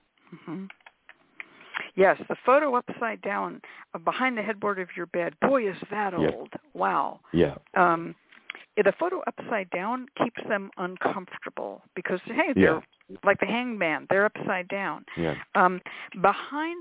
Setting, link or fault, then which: link, phone line